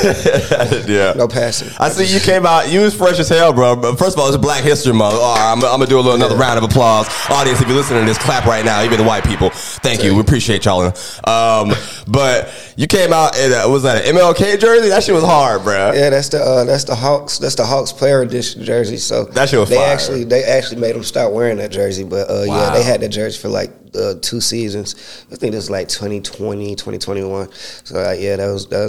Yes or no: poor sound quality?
no